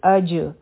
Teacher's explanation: باندې چونکې سکون دی نو دلته به مونږ قلقله کو آواز به واپس راشي